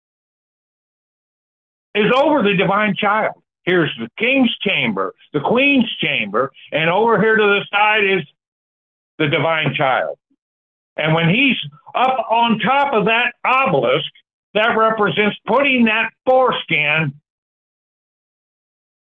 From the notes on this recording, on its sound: Call in Bible Study